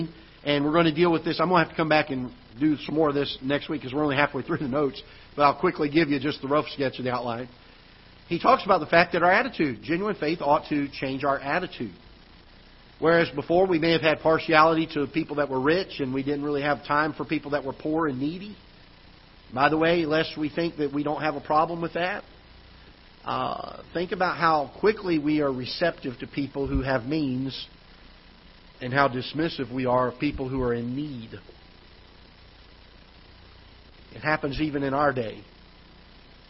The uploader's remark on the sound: Ketha Heights Baptist Church ~ Live Broadcast